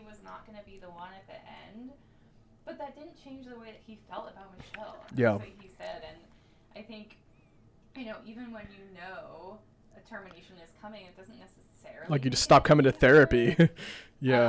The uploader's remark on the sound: Audio was so fuzzy that it was totally unusable. Mic recording. Speaking in the background. We apologize for the uneven audio.